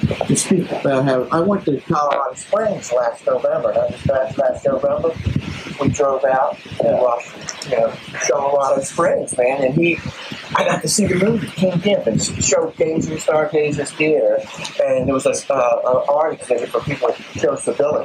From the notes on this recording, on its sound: Sorry about the audio, this was a live stream from a phone. Tried my best to clean it up!